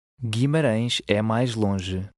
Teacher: the G in the last word is soft and sounds like a J